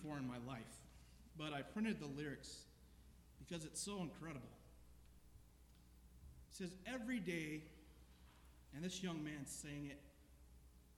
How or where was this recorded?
large echoing room